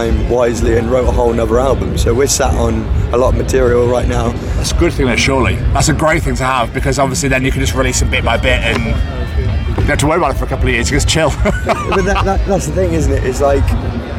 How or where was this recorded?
busy venue